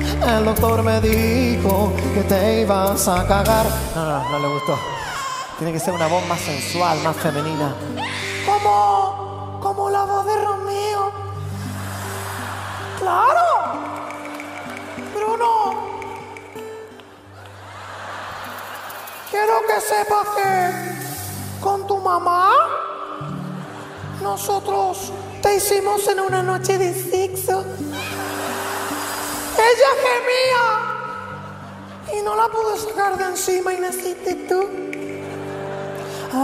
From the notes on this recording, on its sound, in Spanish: Festival de Viña 2018. Las carcajadas y los aplausos rápidamente se apoderaron del espectáculo.